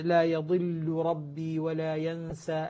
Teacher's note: ولكن اللام لا تدغم في الراء بسبب التثقيل وهو التشديد